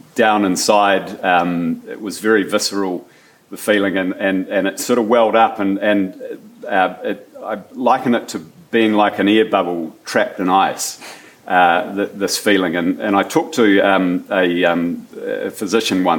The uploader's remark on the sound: at the 2021 Marlborough Book Festival